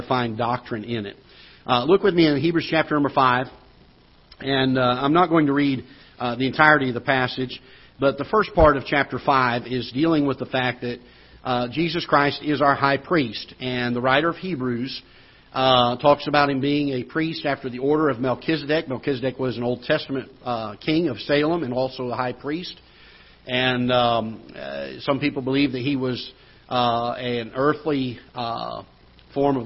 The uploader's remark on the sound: Ketha Heights Baptist Church ~ Live Broadcast